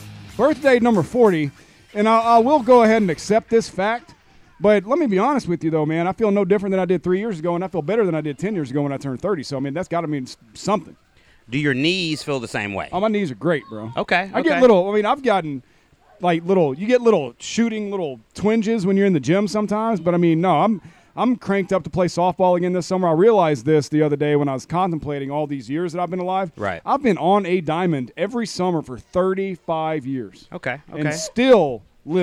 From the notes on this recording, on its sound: we are LIVE from poolside